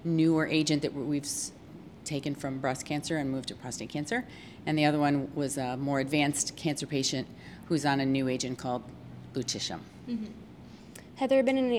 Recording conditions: busy venue